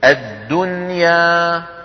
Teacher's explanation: لاحظتم كيف أظهرنا النون عند الياء ولم ندغمها